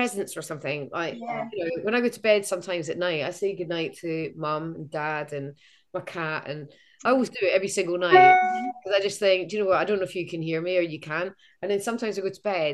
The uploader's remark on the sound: Over Zoom one morning.